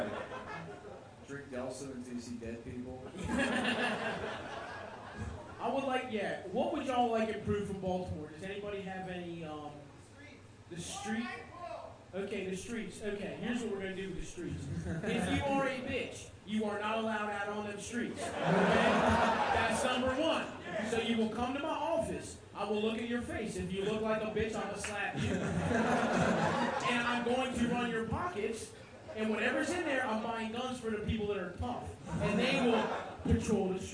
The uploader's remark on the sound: Live show